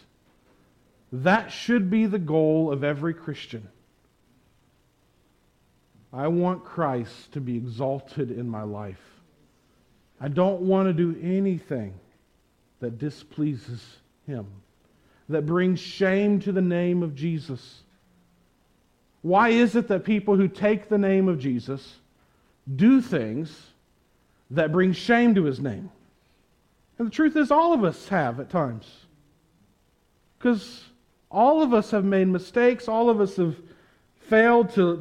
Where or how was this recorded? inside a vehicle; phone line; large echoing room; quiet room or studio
large echoing room